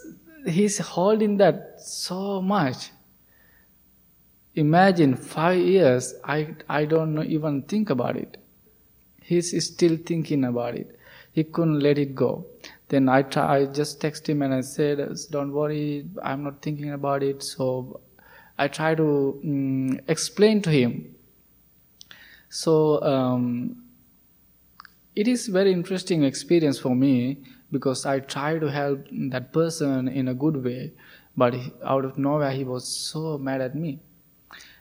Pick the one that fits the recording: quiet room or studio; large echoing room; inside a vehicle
large echoing room